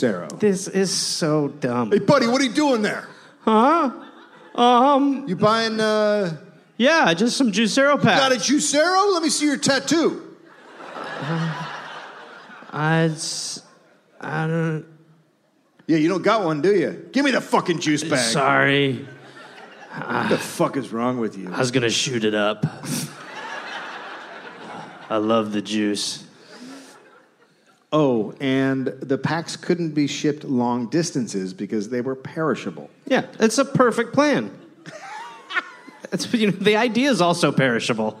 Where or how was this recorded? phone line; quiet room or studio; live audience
live audience